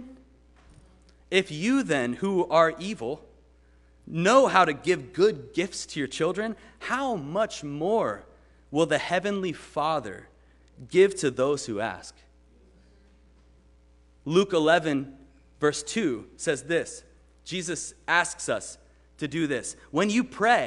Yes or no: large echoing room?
yes